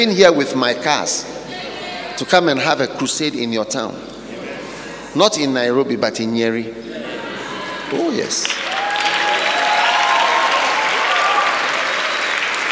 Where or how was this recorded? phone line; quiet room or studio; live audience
live audience